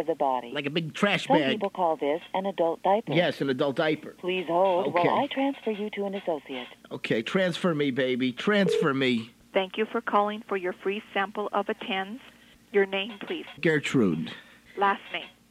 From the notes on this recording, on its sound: Prank Phone Calls.